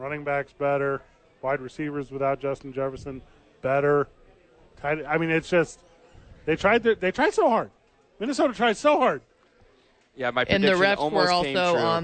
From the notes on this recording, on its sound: live from Howies!